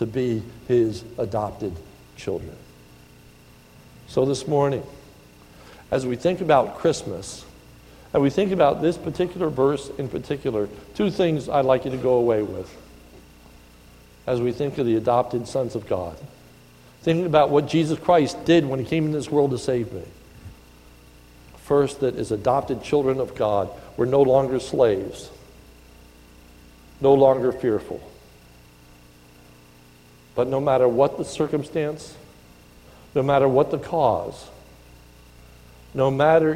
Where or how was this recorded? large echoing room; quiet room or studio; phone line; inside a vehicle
large echoing room